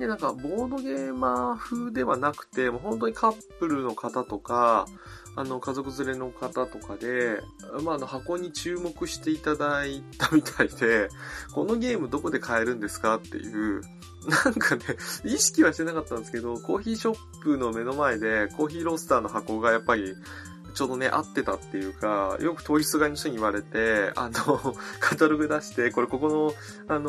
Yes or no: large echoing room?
no